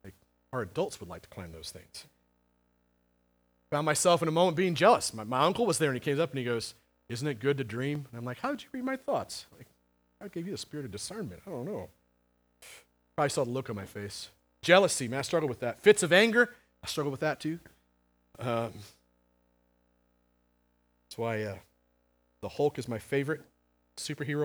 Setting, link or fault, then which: setting, large echoing room